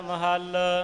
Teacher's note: ਇੱਥੇ ਹੁਣ ਮਹਿਲ ਉਚਾਰਨ ਨਹੀਂ ਆਵੇਗਾ, ਅੱਖਰ ਲਿਖਣ ਦਾ ਢੰਗ ਉਹੀ ਹੈ, ਮੰਮਾ ਹਾਹਾ ਲੱਲੇ ਔਂਕੜ, ਪਰ ਇੱਥੇ ਉਚਾਰਨ ਮਹੱਲ ਆਵੇਗਾ।